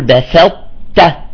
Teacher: الطاء كيف عم تطلع منطبقة من غير قلقلة · Term: حرف الإطباق